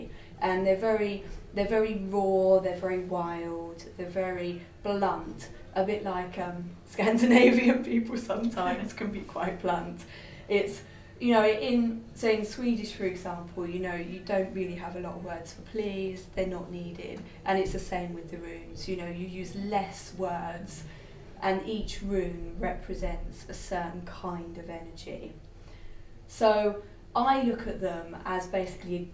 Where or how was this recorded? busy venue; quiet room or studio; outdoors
busy venue